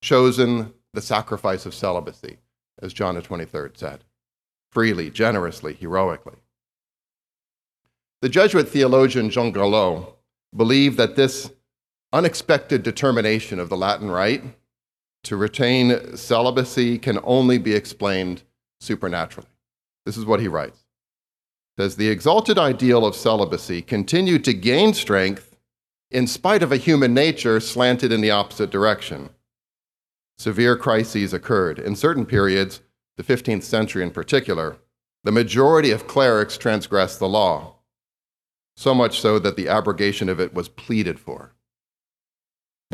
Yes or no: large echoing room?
yes